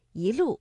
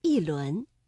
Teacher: 我们的“一”读二声，一路；第二句“一轮明月”，这里的“一”读四声，一轮